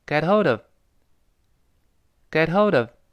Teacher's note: get hold of him 就是跟他联系上。这里边这个 get hold of 三个词放在一块儿读，这个不好读。那首先这个 get 跟那个 hold 读得非常快的时候呢，又会发生咱们以前讲过的击穿轻辅音 h 就是那个 hold，它是啊开头的。上一个单词 get 又是辅音结尾的。这个时候呢，读得很快的时候，这个辅音 t 就会把后面那个 h 轻轻地打穿了，就是 h 几乎不发音了